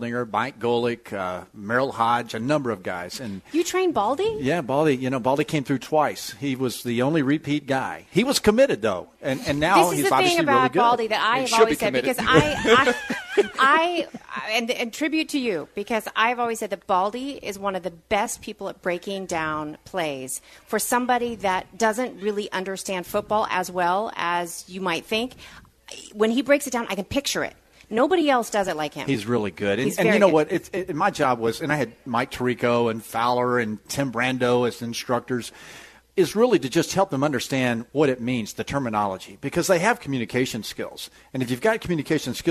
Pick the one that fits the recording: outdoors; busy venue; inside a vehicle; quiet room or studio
busy venue